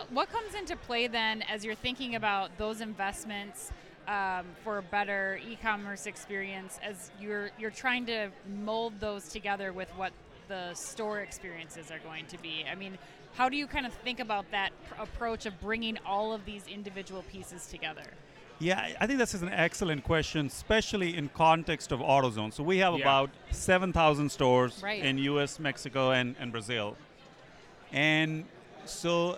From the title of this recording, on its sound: Live From eTail